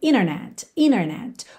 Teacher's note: quando a gente tem NT, a gente pode omitir o T e ligar no N. Como acontece, por exemplo, na palavra internet, que muitas pessoas pronunciam internet, internet.